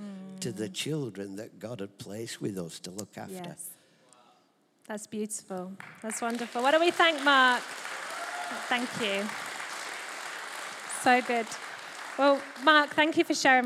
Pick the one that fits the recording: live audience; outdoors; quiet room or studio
live audience